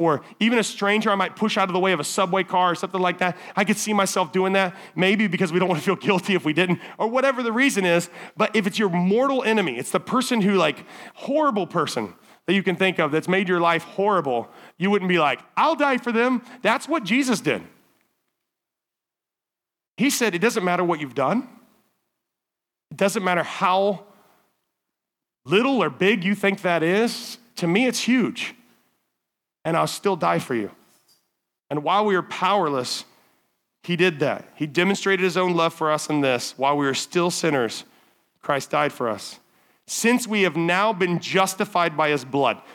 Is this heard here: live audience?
yes